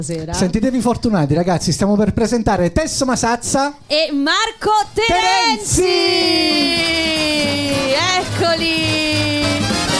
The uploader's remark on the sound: Live dal GhePensiMi di Milano